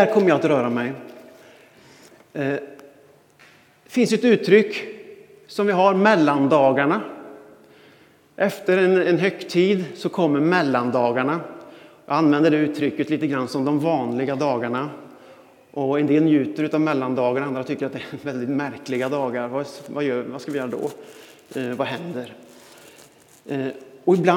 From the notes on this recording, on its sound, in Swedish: Inspelning från Immanuelskyrkan Skövde.